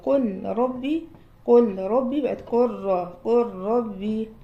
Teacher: قال لك لا، لأن هنا في سبب وهو إن الراء حرف قوي مكرر فهي جذبت اللام وحصل فيها إدغام